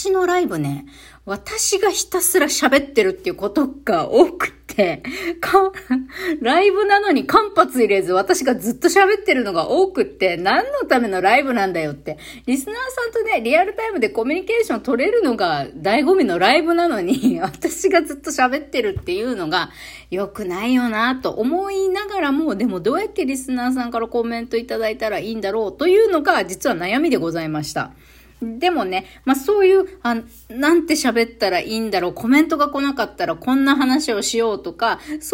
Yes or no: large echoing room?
no